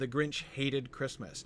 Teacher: The stress is always on hate. You can't say hated without stressing that first syllable